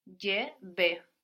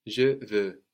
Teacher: Good, but the V here, it's sounding like a B, and this is of course because you're a Spanish speaker, so you will have to make a special effort to make sure that you get a V sound here rather than a harder B · Shown in: second take